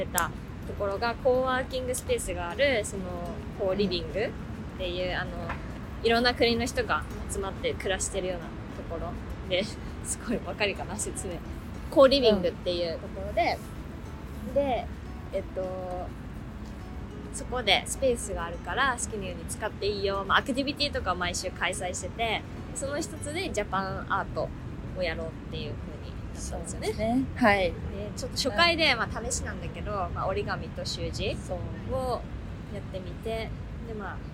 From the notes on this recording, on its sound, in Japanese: 10月末のリスボンは少しずつ寒くなってきました。歩きながらのお散歩フリートーク。